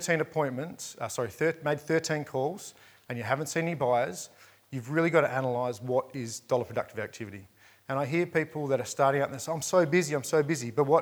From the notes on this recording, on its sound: Welcome to a special edition of The Crunch, recorded live at REBar Camp 2018.